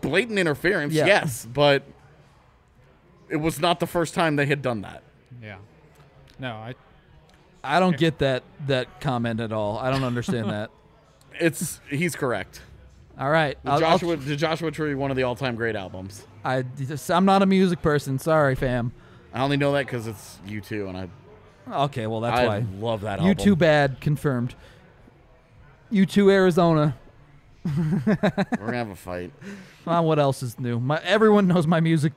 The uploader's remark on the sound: a live post-game show from the DNVR Bar